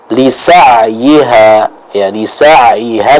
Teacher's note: pada huruf ain yang sukun lisa'iha ya, lisa'iha dialirkan suaranya, jadi bukan lisa'iha bukan lisa'iha tapi lisa'iha.